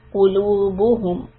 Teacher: When we go from the Dhamma, we need to straighten the lips in between all the Dhamma sounds. قُلُوبُهُمْ And when we stop at هُمْ، because it is a sukoon, we are going to flatten the lips.